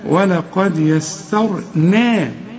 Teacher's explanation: السين دي خالصة برضو ما طعمهاش بالصاد